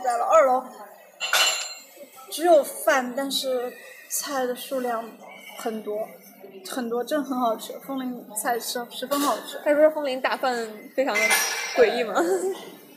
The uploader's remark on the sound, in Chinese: 在外滩谈复旦（多背景噪音）。所以这起节目就顺势在外滩的一家咖啡馆里面录音啦。